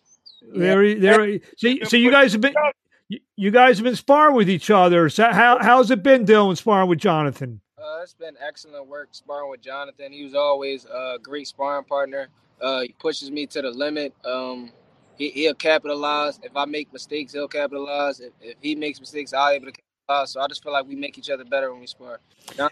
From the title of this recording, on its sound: Price Promotions Virtual Press Conference